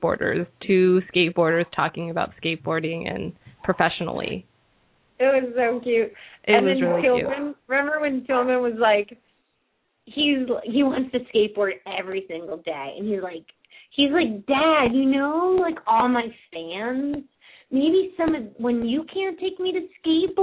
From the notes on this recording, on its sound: open up the lines for listeners to call